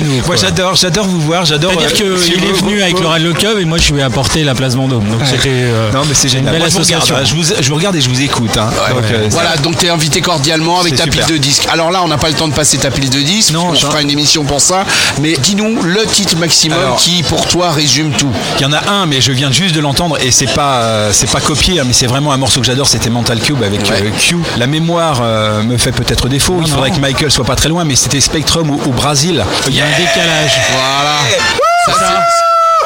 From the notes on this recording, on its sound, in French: Podcast En direct du Dock B à Pantin.